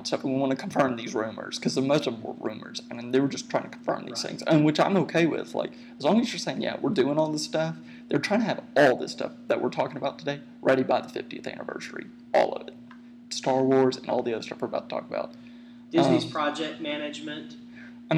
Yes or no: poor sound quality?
yes